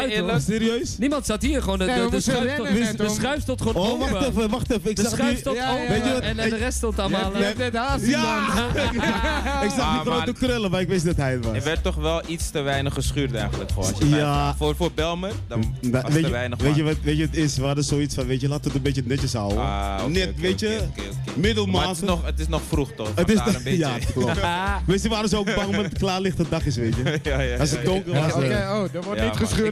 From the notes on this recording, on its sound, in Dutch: Welkom bij MOB (Mobiele Omroep Bijlmer) Mobile Vulgus Edition vanaf Groove on the Roof. 7 uur live FM radio in het kader van het … Tributeconcert 2017.